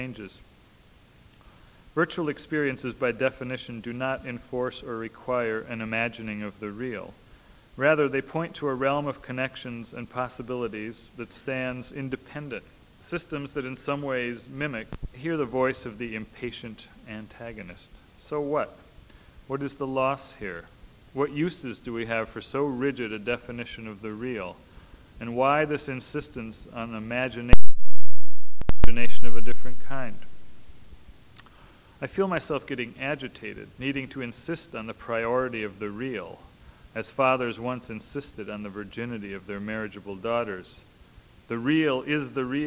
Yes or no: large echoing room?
yes